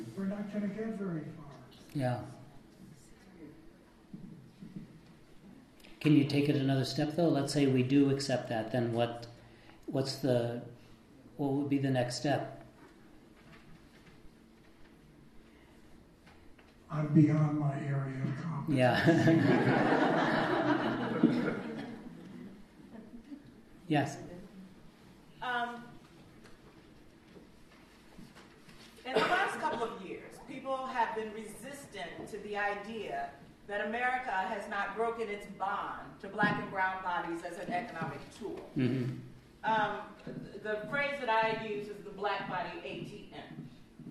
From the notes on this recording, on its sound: This lecture was an interactive dialogue